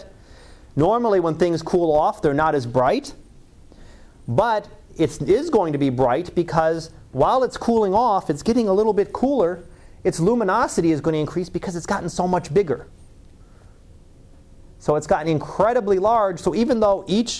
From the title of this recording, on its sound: Live Class Lecture